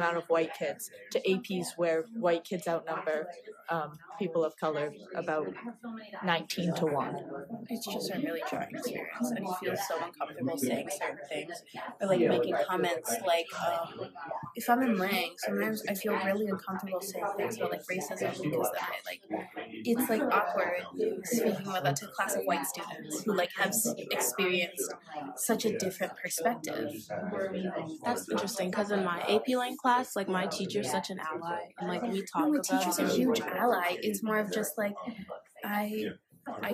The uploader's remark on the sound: Recorded their own session during the MSAA Conference in Boston in January, interviewing other students.